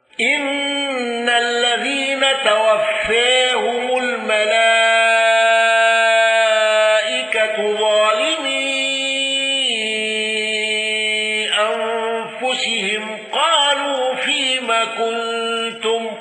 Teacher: أبو عمرو بالإدغام وقصر المنفصل واندرج معه يعقوب